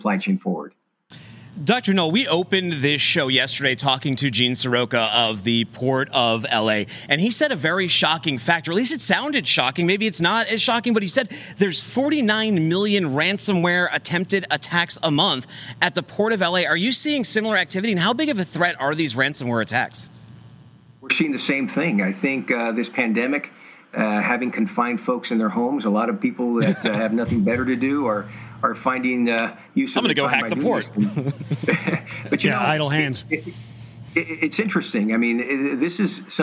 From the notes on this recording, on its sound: live from Global Trade Tech Day 2